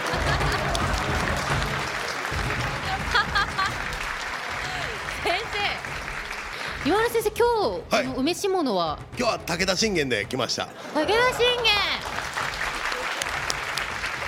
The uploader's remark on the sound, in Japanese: 公開収録回〉。甲冑でラジオをする人は初。昔の作り方をしたらガチャガチャ音はしない。